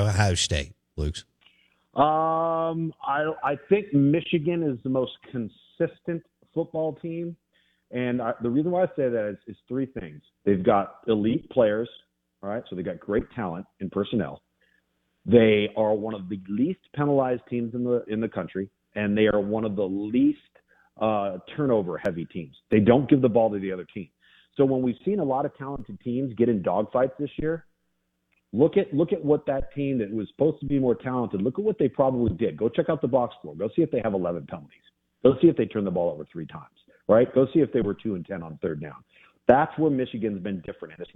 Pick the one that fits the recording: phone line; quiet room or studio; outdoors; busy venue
phone line